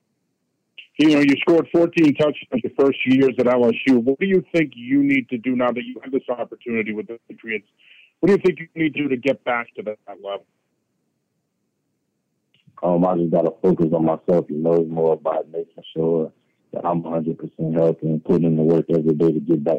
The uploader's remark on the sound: addresses the media during his conference call